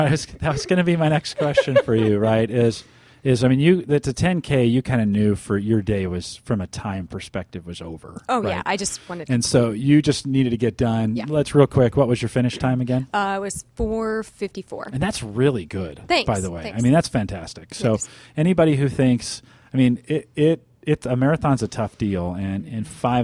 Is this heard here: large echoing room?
no